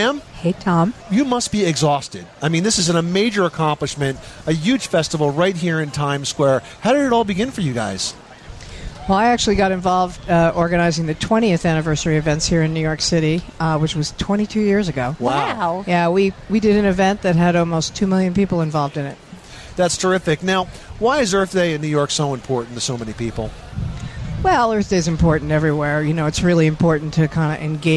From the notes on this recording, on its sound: The Money Pit Home Improvement Radio Show celebrates sustainability and the addition of our 300th radio station with a broadcast live from Times Square.